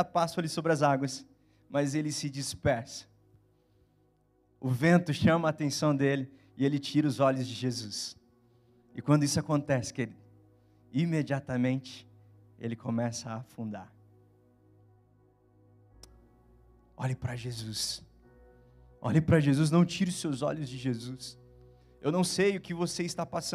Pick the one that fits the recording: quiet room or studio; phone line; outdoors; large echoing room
large echoing room